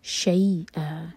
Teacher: منہ شیئا، شیئ مدلین، اور حمزہ پر فتح کی تنوین ہے، جب ہم رکیں گے تو آ دو حرکہ کھینچیں گے